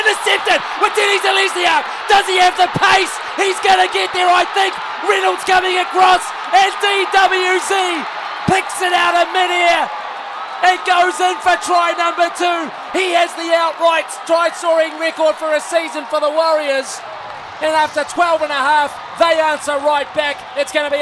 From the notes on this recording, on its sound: Live from Suncorp Stadium in Brisbane on SENZ!